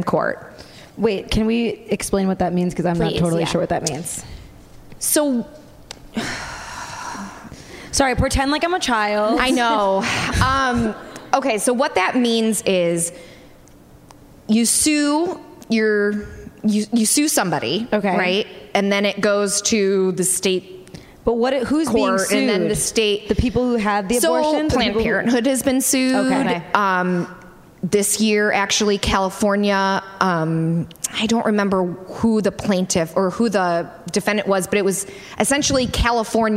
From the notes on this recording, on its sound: Live! from Washington D.C at The Kennedy Center. In this special live recording. The District of Comedy Festival in Washington D.C.